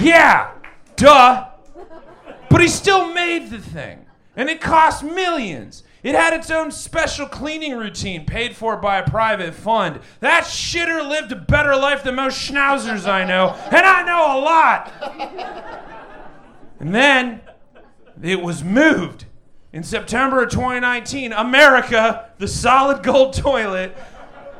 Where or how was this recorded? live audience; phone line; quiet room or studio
live audience